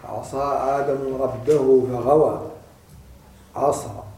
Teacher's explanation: ينبغي أن نجعل الإطباق، أن نتم صفة الإطباق في الصاد والله، وأن نحذر في الذال والسين من هذا الوصف، بل أن نتم فيهما وصف الانفتاح، وأن نتم فيهما وصف الاستفال، وأن نتم في الصاد أيضا والله وصف الاستعلاء.